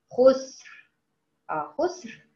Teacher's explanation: تمام خلاص يبقى انا هنا هفخم اقول ايه خسر خسر ولا خسر خسر. تمام عشان افخم الراء ما اقولش خسر خسر لا خسر، ارتفع باقصى اللسان